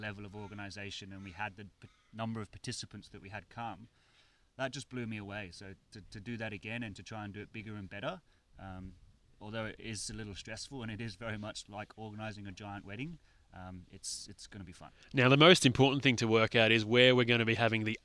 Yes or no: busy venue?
yes